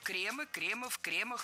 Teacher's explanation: Ударение сохраняем на первом слоге во всех формах. И обратите внимание, в именительном падеже множественного числа окончание «ы», причем безударное «кремы».